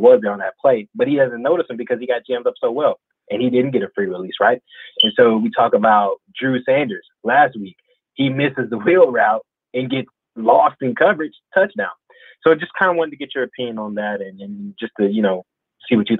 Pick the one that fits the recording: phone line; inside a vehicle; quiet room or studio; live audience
phone line